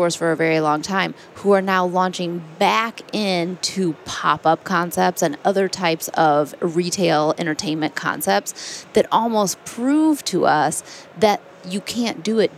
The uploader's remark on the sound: In this special edition, recorded at NRF Big Show 2018.